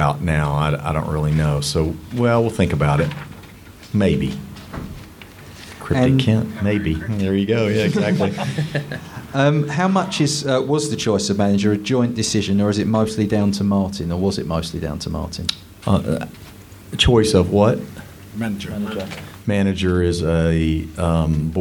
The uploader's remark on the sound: In the Supporters Club on Friday 27th April in front of a live audience.